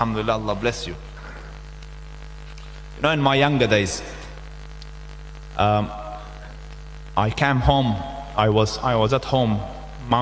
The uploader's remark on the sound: Delivered the guest lecture at Masjiedul Furqaan in Lansdowne.